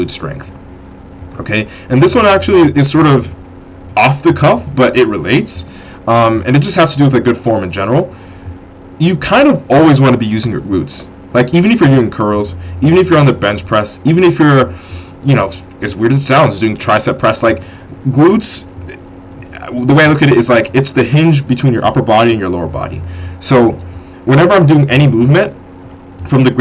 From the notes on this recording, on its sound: AUDIO RENDERING ERROR* the issue has been solved! This episode does not have the best audio quality.